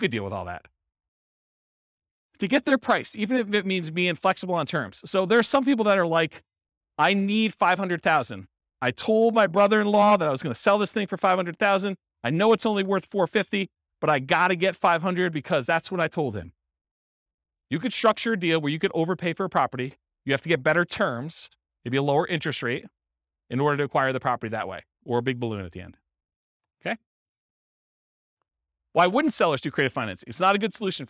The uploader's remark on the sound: This was a live class recorded